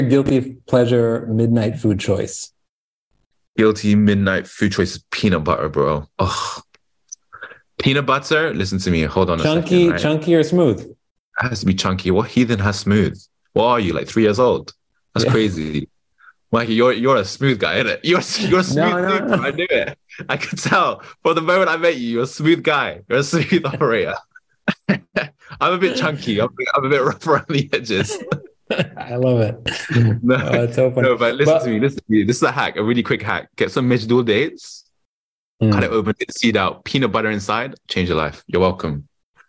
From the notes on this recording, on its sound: Following the interview, there is a moderated town-hall-style Q&A with questions coming from the live virtual audience.